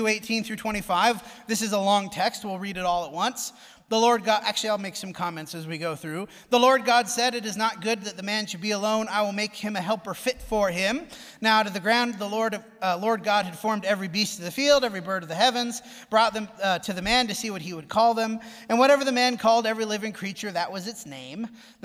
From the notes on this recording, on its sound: Preached at the Dewey Church of Christ.